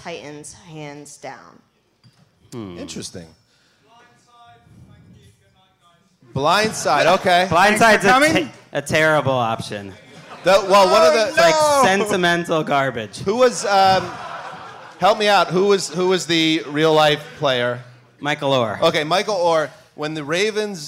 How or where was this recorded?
live audience